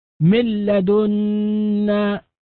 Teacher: عندما نقول مل نلاحظ أن النون قد ذهبت ذاتا وصفة، لا غنة فيها ولا أثر لها، إنما تحولت للام، وأصبح النطق بلام مشددة · Term: إدغام كامل